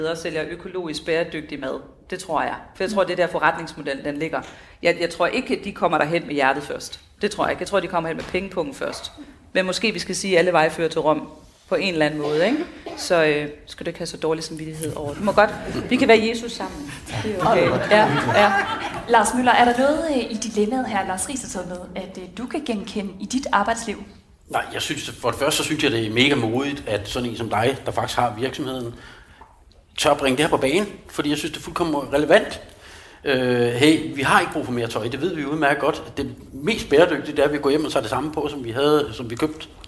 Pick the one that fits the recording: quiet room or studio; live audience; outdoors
live audience